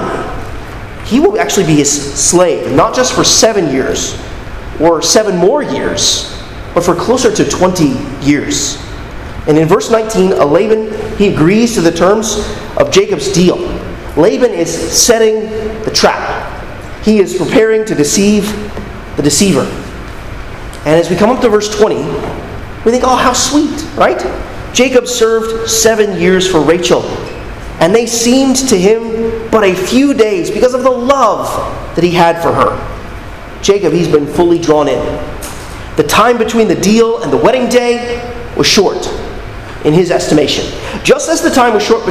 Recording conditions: large echoing room